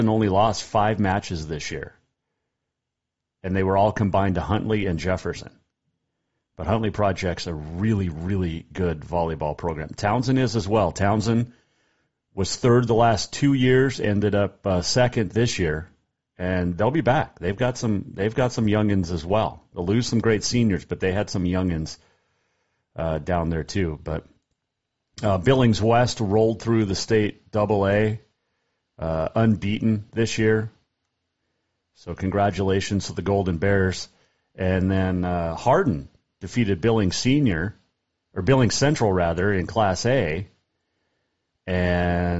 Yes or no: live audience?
no